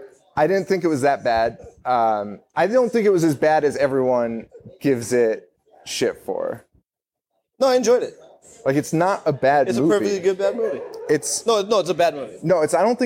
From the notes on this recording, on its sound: Live from the Falcon Bar in Orlando, Florida